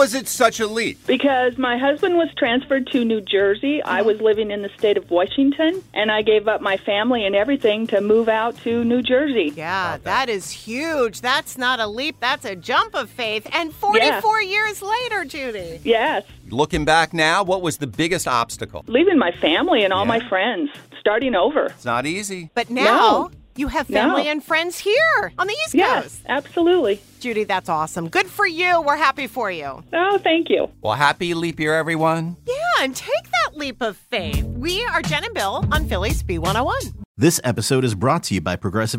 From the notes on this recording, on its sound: Listeners call in to share their leap of faith stories on this Leap Day!